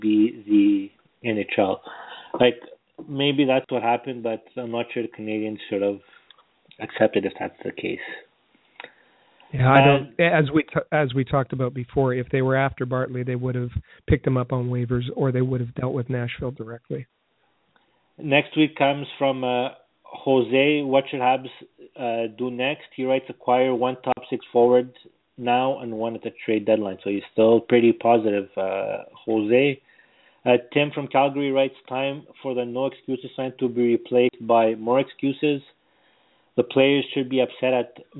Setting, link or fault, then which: link, phone line